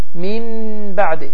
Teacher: Gunnə ilə olacaq və ixfa da olacaq. Çünki nun səsi deməli bə hərfinin içində gizlənir, ixfa edilir